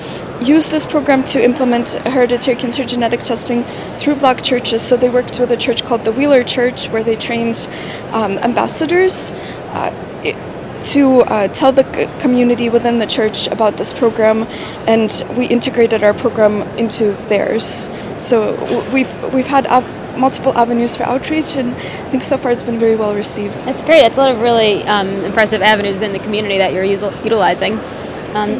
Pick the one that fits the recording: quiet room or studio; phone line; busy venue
busy venue